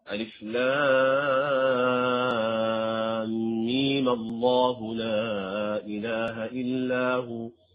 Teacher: ألف لام ميم الله لا إله إلا هو من غير مد لنا أن نقصر ميم هنا باعتبار أنها يعني تحركت أصبحت غير ساكنة